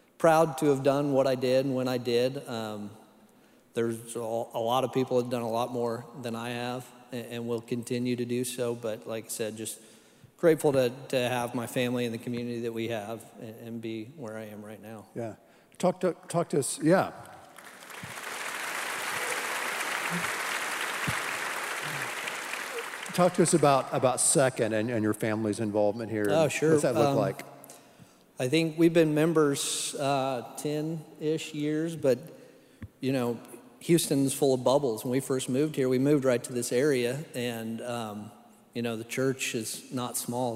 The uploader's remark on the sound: Live Worship Service.